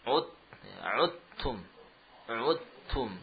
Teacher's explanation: Dal sukun pada ta. Maka dimasukkan dengan sempurna. · Term: idgham al-mutajanisain